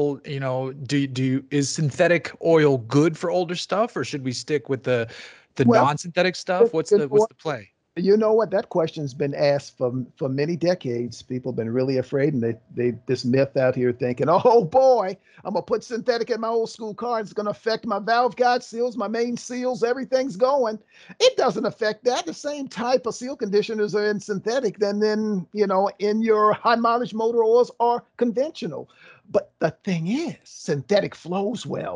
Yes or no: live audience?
no